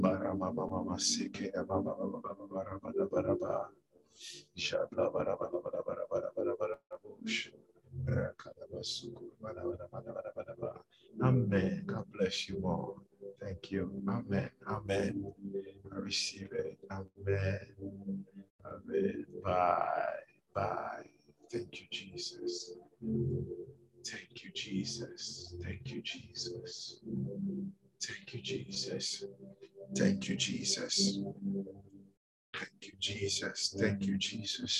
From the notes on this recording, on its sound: Refill (Zoom meeting).